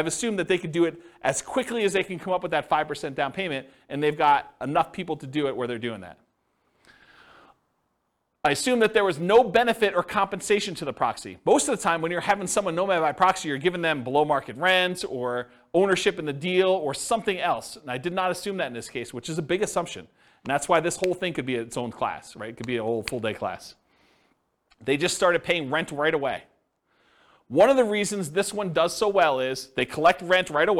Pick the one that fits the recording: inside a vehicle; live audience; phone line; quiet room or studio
live audience